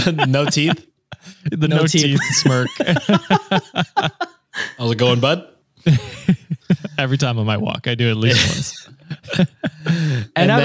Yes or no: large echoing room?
no